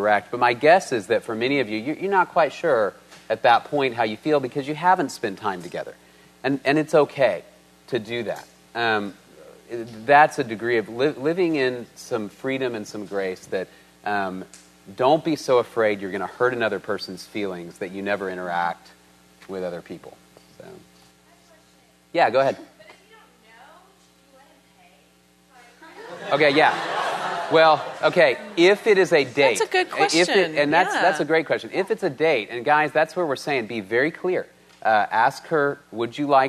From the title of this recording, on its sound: Panel Discussion and Q&A